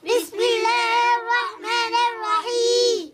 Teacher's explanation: حاء كسرة مد عارض السكون جائز اثنين أو أربع أو ست حركات